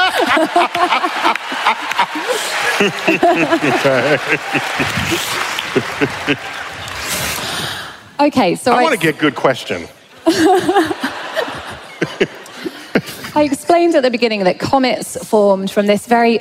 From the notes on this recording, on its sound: Recorded live at the Beacon Theatre in NYC.